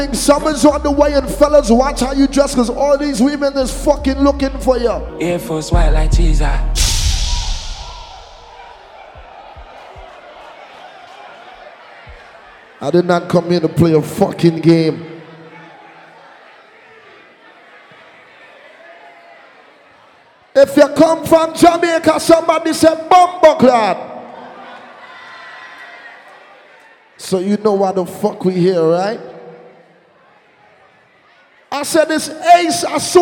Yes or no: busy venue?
yes